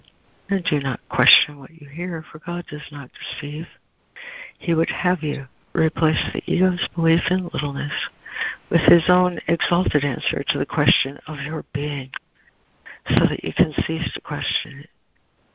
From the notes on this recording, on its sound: ACIM Daily Conference Call